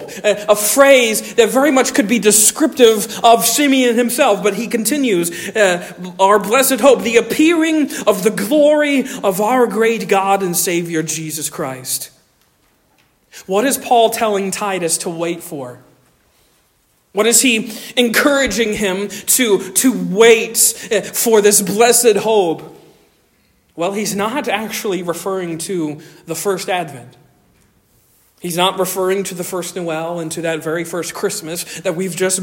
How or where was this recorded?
large echoing room